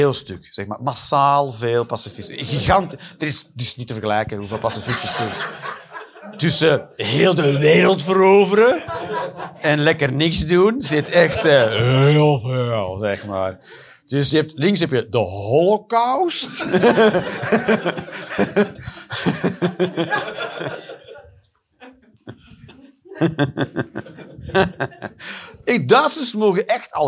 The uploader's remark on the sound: Live 11 November 2023, Club Haug, Rotterdam